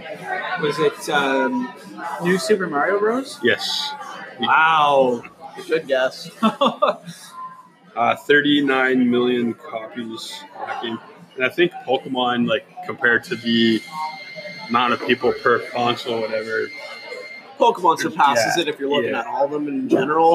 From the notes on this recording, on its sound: Recorded at Salute Coffee.